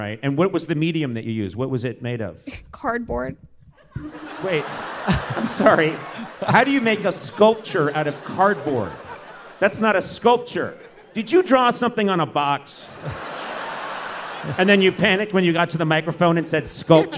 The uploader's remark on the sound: Live at the Brooklyn Academy of Music